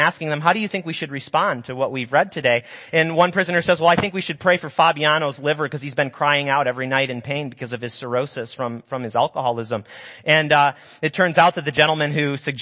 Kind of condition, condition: setting, large echoing room